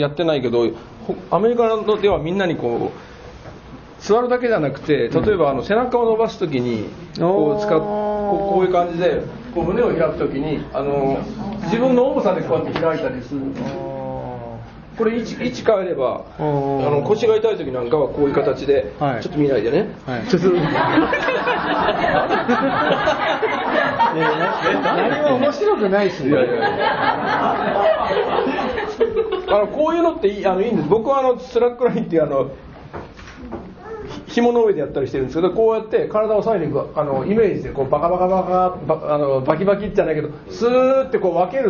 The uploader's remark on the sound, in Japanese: 磨塼寺一周年記念公開収録！磨塼寺”が開山して一周年記念のイベントから。公開収録したものをお届けいたします。全国から愉快な学びの仲間が集った。後半はポッドキャストの公開収録として。